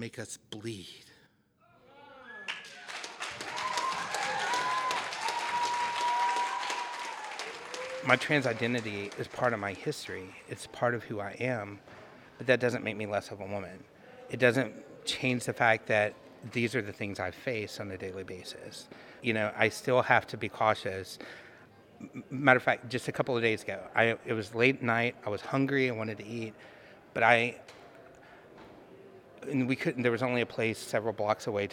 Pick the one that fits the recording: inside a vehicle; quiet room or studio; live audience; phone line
live audience